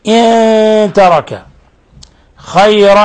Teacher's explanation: نون ساكنة جاء بعد حرف التاء، الحكم التجويدي إخفاء حقيقي